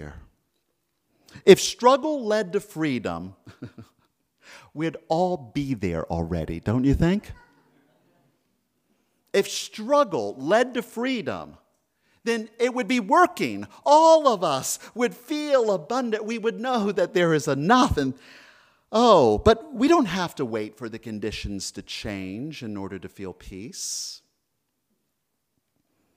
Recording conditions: large echoing room